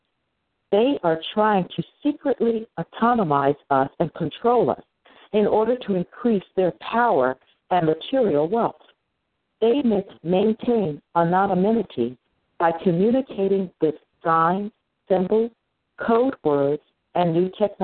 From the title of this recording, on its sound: FFCHS Saturday Conference Call